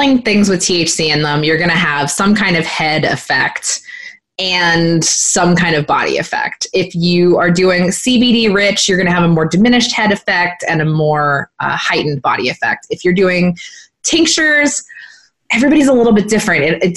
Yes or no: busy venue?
no